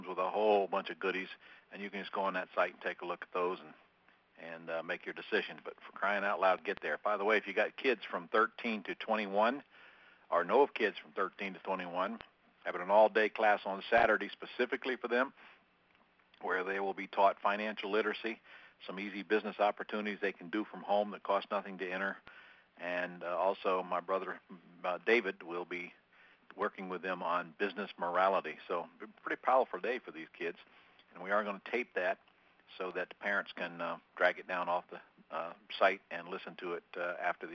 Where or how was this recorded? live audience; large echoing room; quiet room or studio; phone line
phone line